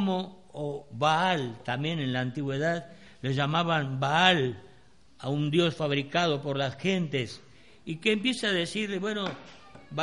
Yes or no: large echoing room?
yes